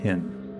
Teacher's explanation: Classic just, Denver accent. Yeah. Dropping the L in kiln.